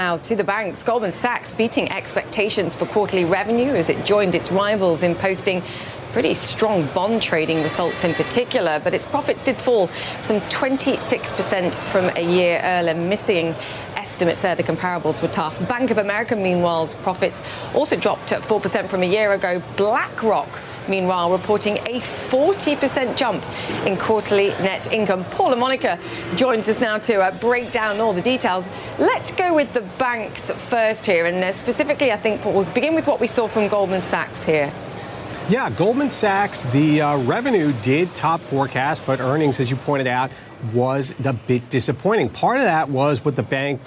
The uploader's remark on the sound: live from the New York Stock Exchange